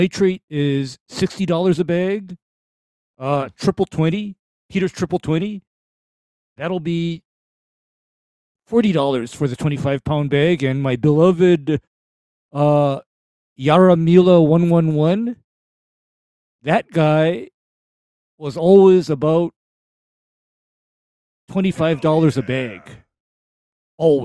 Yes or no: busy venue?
no